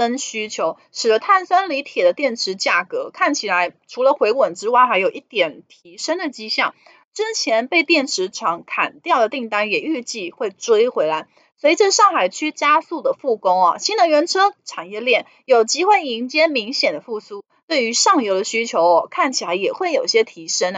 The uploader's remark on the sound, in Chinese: 本集有些許雜音，已亟力避免，如有察覺請多多包涵